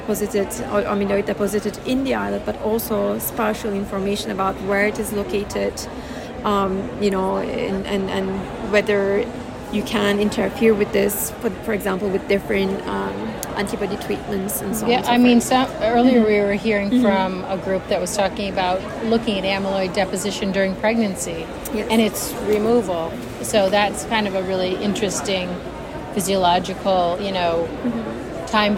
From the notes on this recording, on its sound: Check out “Heard on the Street” recorded during Day 2 of Islet Study Group 2023.